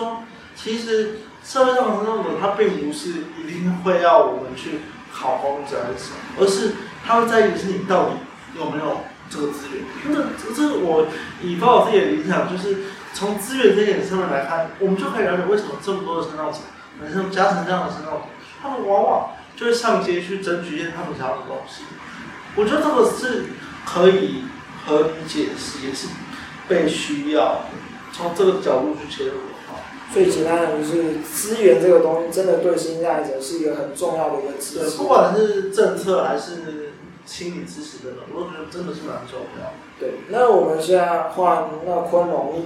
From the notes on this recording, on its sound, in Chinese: 錄音設備真的很陽春